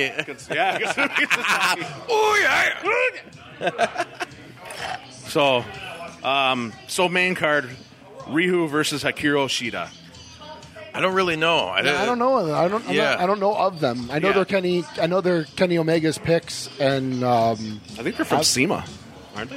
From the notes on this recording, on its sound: Live from Mac's Wood Grilled. This week's episode is coming to you live from Mac'c Wood Grilled in Chicago. We recorded this the day of All Out and we had a blast.